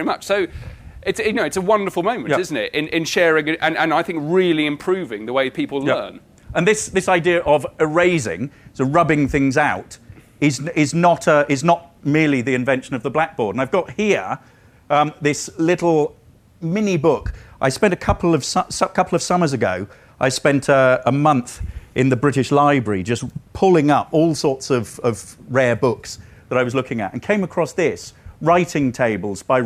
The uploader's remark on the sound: Recorded live at the the 2017 Chalke Valley History Festival.